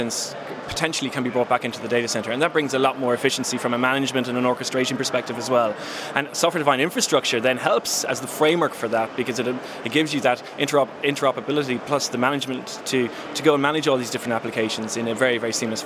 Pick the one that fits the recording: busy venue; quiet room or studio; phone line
busy venue